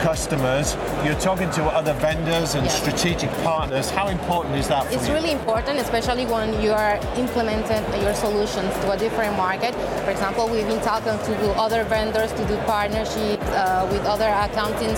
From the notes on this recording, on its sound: Live from Europe's Biggest Event 'Accountex'. A series of live interviews from Accountex 2022 in London recently. AIBN were the official broadcast partners of the event which featured the great and the good in the world of accounting and the many software/fintech vendors to the profession. Enjoy the live buzz of the event!